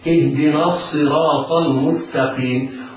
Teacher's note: الصاد حرف من صفات الصفير، وهو يعني صوت زائد على صوت الحرف يعطيه جمالا وروعة.